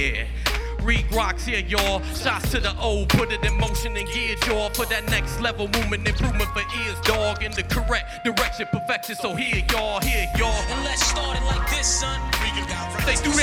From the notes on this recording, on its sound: Performed at part of the Chreece 5 music festival. Perform at the Pioneer in Fountain Square Indianapolis.